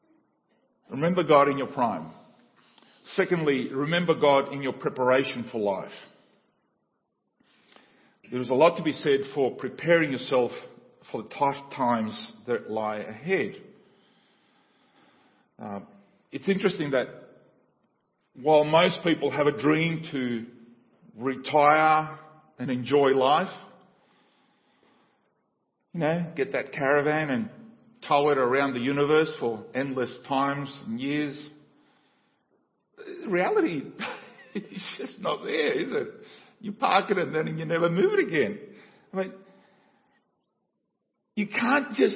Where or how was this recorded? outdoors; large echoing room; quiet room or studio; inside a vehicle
large echoing room